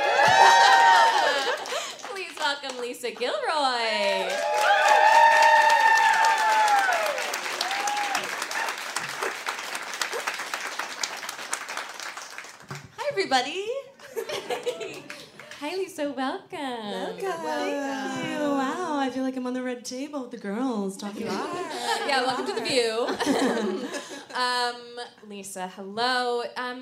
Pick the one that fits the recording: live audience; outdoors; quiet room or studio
live audience